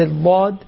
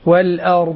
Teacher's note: أعطيت الضاد حافة اللسان مع الأضراس